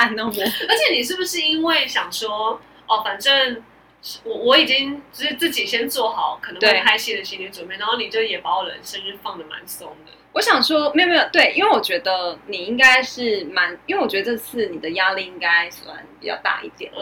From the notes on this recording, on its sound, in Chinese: 本集收音有狀況，收聽時有空曠環境感是正常的喔